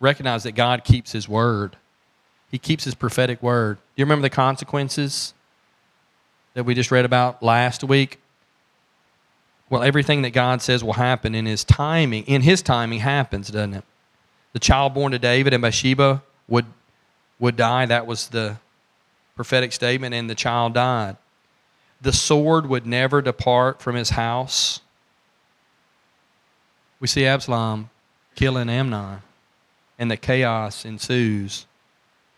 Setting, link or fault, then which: setting, large echoing room